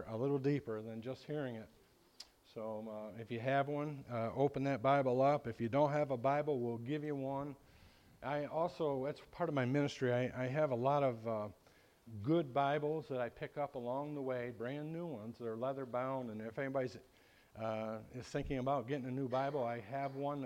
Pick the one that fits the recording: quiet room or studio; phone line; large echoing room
large echoing room